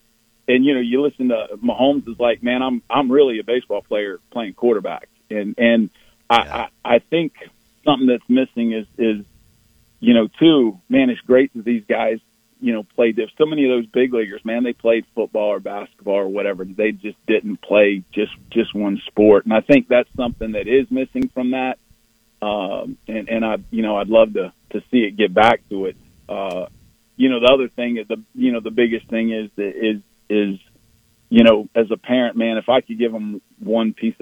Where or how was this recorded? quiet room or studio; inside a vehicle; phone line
phone line